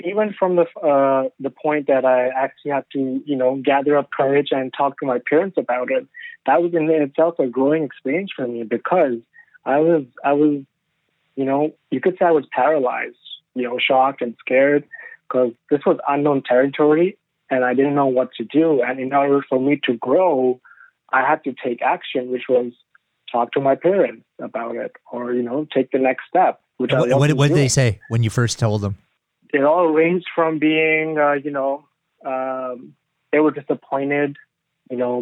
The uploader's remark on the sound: Phone interview.